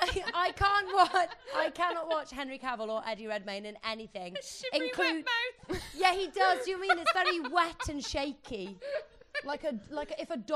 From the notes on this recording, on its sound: It's another LIVE SHOW, recorded live at the beautiful Chapter Arts Centre in Cardiff. A very chatty audience.